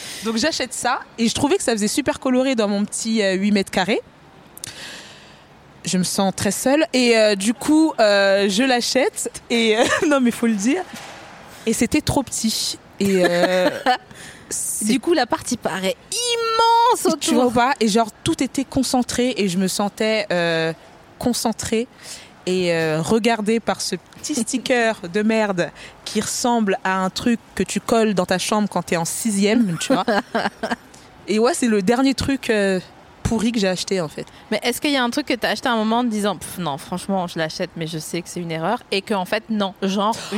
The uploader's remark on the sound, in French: Produit par Binge Audio. Enregistré le 27 août 2020 à la Villette.